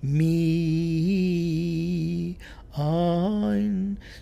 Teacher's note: So instead of accenting placing the accent on the second syllable of the word, she was doing it on the first.